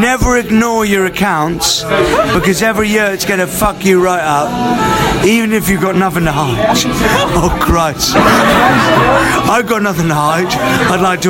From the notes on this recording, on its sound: It's time for a hoe down at The Big Meat festival in the Surrey countryside!